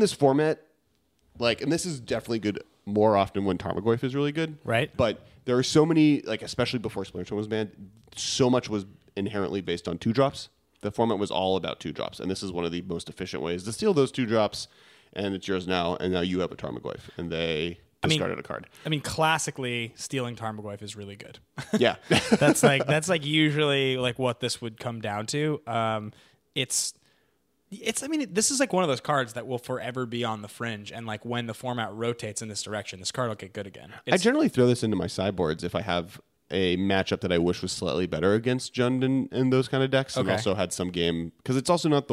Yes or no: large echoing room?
no